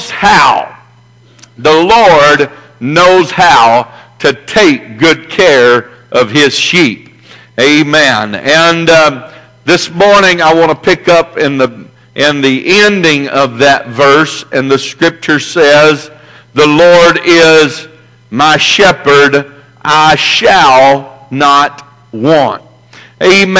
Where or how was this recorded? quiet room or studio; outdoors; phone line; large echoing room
large echoing room